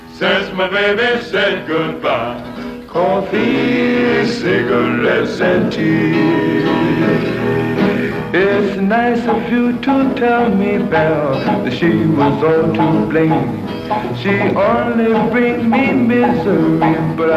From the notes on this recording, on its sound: (diner noises)